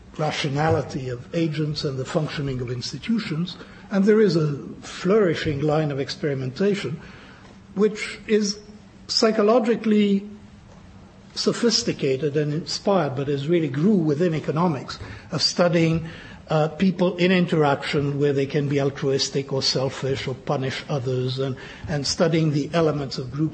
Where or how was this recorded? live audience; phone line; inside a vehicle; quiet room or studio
live audience